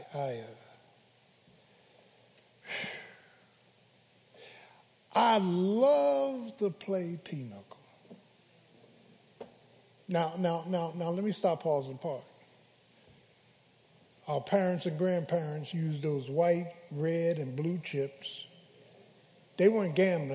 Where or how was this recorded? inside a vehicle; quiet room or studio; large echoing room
large echoing room